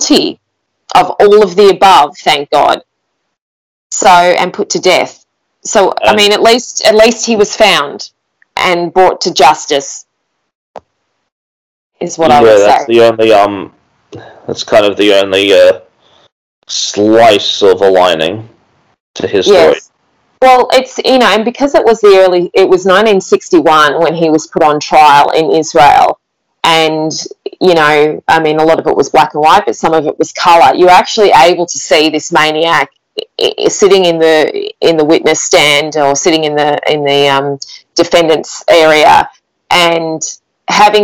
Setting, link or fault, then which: fault, poor sound quality